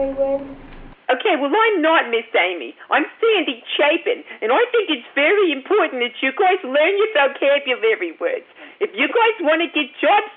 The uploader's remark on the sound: RBCP's Personal Prank Phone Calls Collection